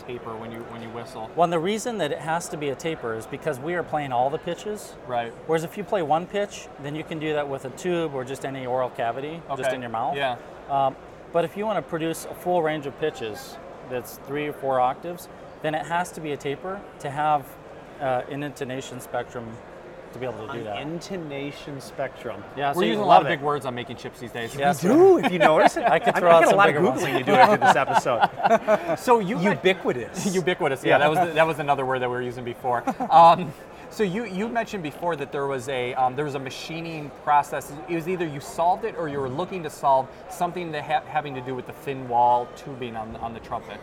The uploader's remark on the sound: We are coming to you live from IMTS 2016! Our IMTS TV studio.